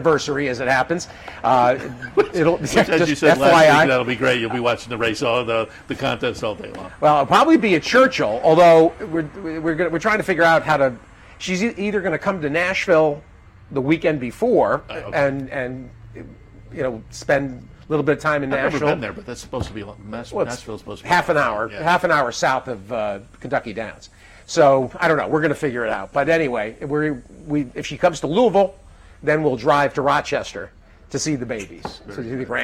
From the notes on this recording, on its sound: Live from Saratoga Race Course